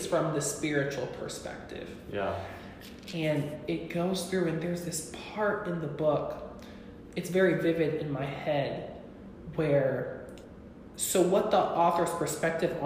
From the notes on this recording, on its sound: Sorry for the echo we are still figuring out podcast techniques.